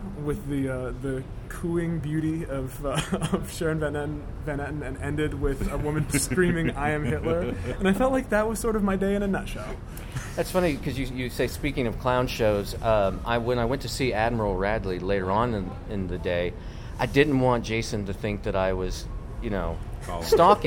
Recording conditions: outdoors